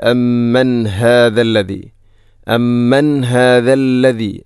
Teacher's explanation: അമ്മൻ ശേഷം ഹാഇൻ്റെ ശബ്ദം കൃത്യമായിരിക്കണം, തൊണ്ടയുടെ ഏറ്റവും അടിഭാഗം